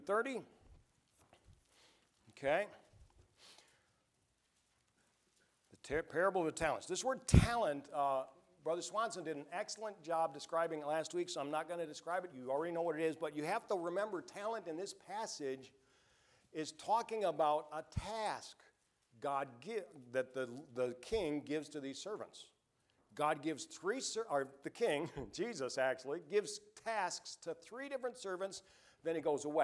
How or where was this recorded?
large echoing room